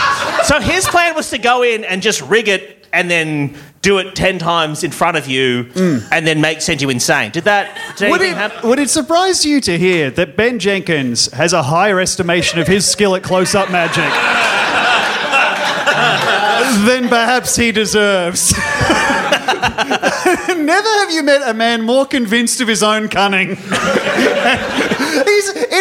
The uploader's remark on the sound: Recorded Live at Improv Theatre Sydney.